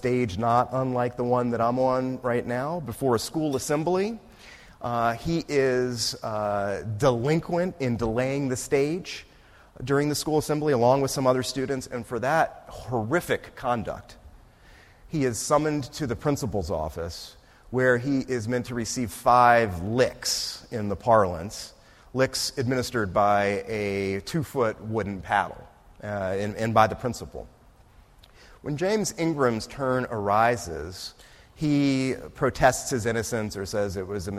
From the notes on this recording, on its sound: This talk was recorded on October 4, 2018, as part of the Law School's annual First Monday lecture series.